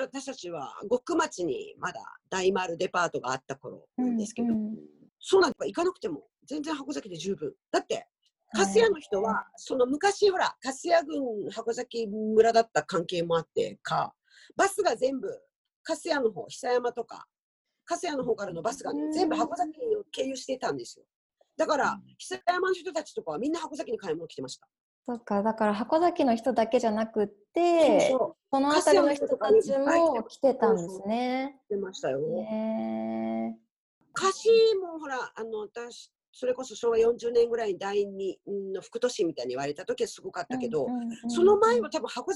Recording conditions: video call